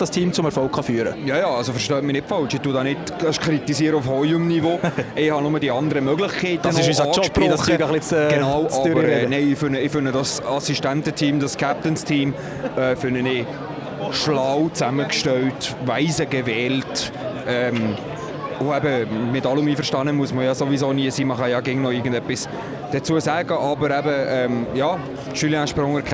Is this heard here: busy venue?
yes